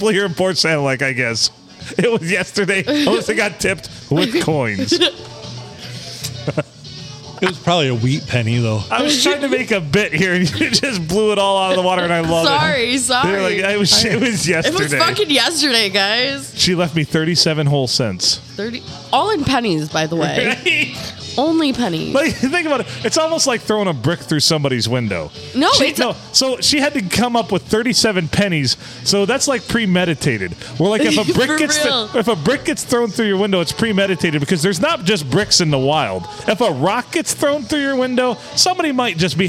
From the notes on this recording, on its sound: Recorded on a Sunday and bleeding into Monday at the Haunted Blue Water Sports Bar.